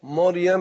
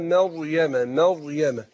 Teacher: ناخذ بالنا برضو من كلمة مريم، لأن كثير يعني يخطئون في ضبط الكلمة، فتجدهم يعني مثلا عندنا الراء مفخمة عشان ساكنة وما قبلها مفتوح، فيقول مريم، يجي يفخم الراء يروح يفخم الميم، والميم مستفلة حرف مرقق · Shown in: second take